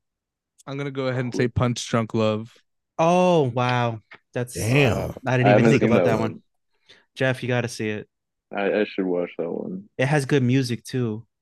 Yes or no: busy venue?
no